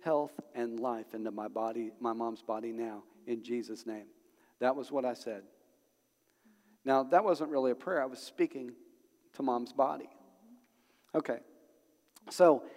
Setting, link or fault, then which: setting, large echoing room